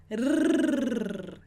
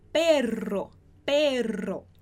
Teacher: A gente tem o R forte, que é o que vibra